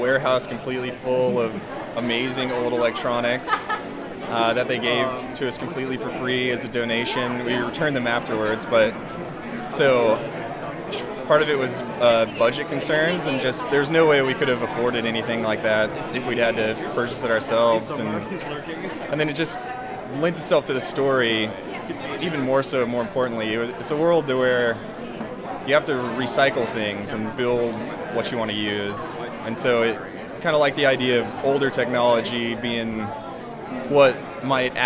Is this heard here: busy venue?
yes